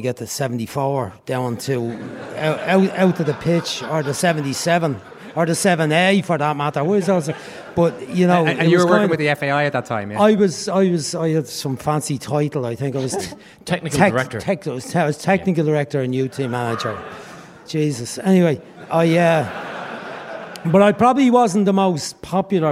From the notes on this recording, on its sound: live in Liberty Hall Theatre